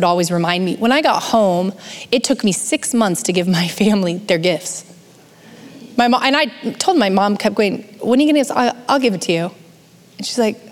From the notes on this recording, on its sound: Recorded live at Capital Church in Meridian, Idaho.